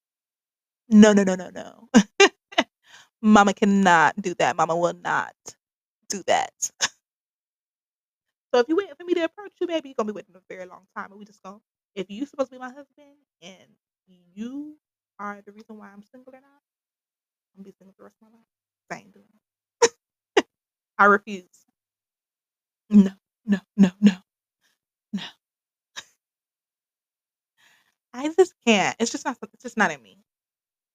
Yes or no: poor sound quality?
yes